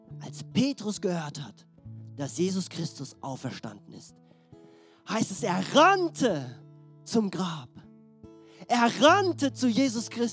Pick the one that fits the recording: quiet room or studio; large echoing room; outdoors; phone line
large echoing room